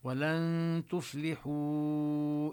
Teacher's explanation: ننتقل من اللام من مخرج اللام إلى مخرج التاء ونبقي الغنة عند كل الإخفاءات. ولن تفلحوا، إذا تفلحوا هنا الواو حكمها أنها تمد كالمد المنفصل الجائز، نمدها أربع حركات برواية حفص عن عاصم، هذا من طريق الشاطبية.